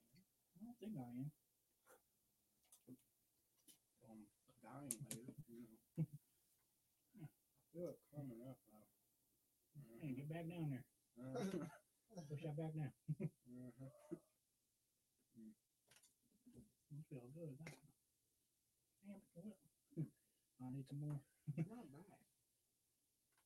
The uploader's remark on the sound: The Mystery Cooler strikes, but we screwed up the audio.